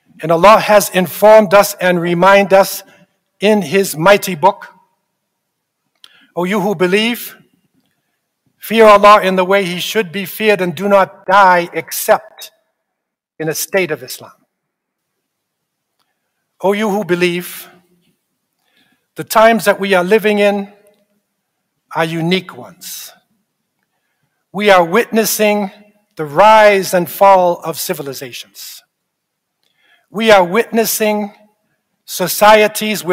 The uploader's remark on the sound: This Friday sermon was delivered at the Islamic Institute of Toronto.